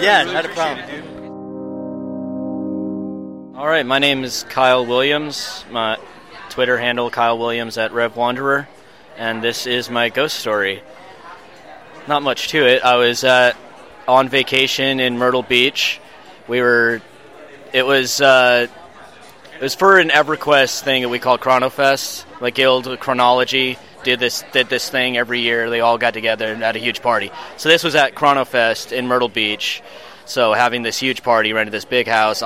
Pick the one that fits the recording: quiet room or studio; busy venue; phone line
busy venue